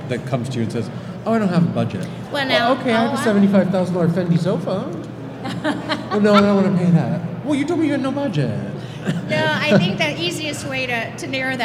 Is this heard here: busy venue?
yes